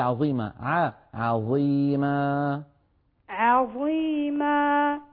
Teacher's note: رقق العين في عظيما